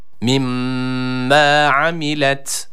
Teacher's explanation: Tabi şeddeli olan mimi burada birazcık tutuyoruz. Hemen bırakmıyoruz.